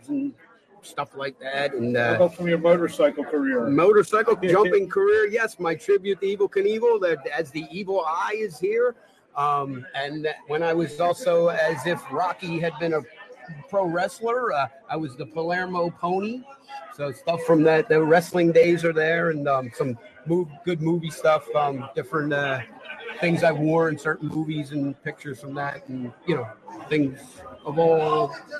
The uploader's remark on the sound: Live from, Atlantic City Boxing Hall of Fame